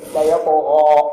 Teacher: لو فخم الغين تفخمت مع الالف، ولو لم يعطيها تفخيما جيدا لتبعتها ماذا؟